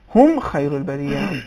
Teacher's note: मीम का इजहार होगा और इजहार में गुन्ना या खींचना नहीं है